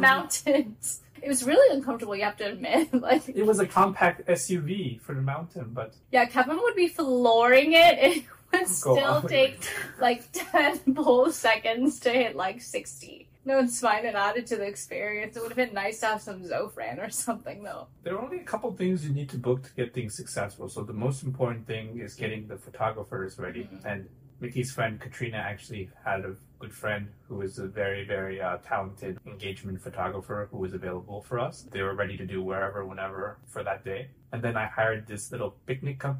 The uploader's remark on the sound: the mics stopped working (sorry in advance for the audio this week)